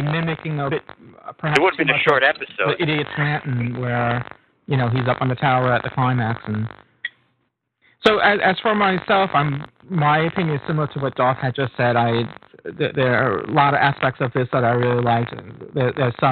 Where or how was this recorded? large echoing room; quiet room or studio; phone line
phone line